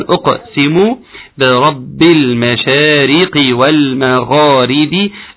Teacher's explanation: خد بالك من حاجة قلقل القاف جيدا